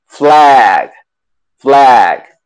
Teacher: Y luego la G, y la G, lo que está pasando acá es que se dice ged, con una I corta, ged. Y luego flag, con una A bien abierta